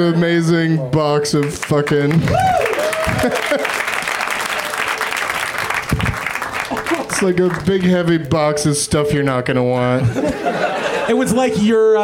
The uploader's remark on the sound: Live from the UCB Franklin in Hollywood.